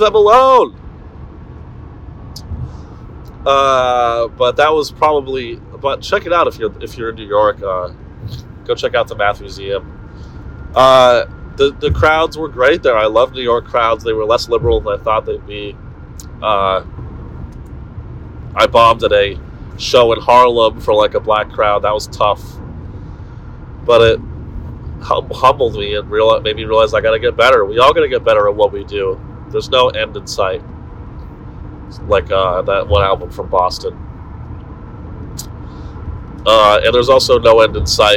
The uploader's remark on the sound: In this short audio only episode. Broadcasts to you live from his iPhone while driving to Dallas on I-35 in his Honda. Pardon this trash audio quality, we’re back in the studio next week.